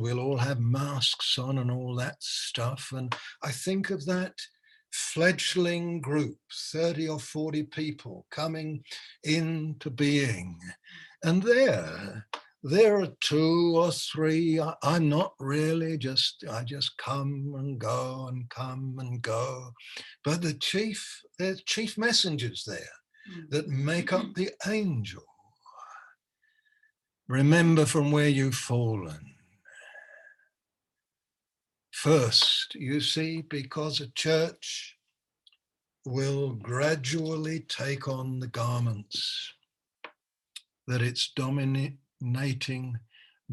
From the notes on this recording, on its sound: Malaysia Meets (Zoom).